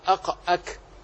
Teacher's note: فالقاف من أقصى اللسان مع الحنك، والكاف أسفل منه قليلا